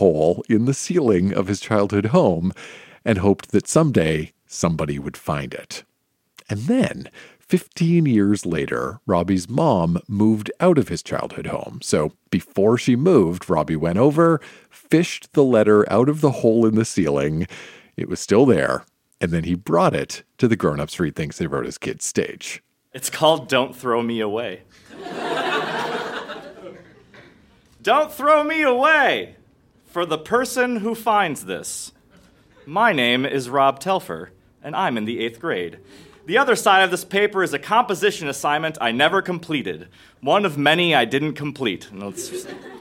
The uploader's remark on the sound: Recorded live in Chicago.